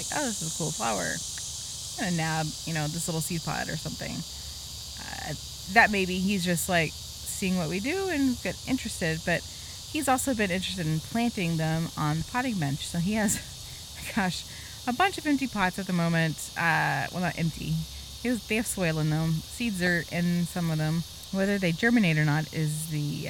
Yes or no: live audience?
no